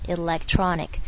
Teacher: 重点是 elect 最后一个 k 的声音，这个 k 我们非常的轻